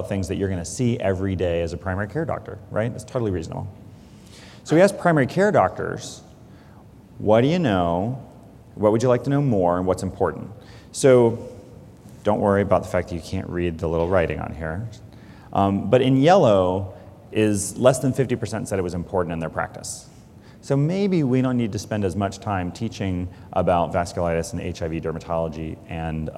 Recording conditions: large echoing room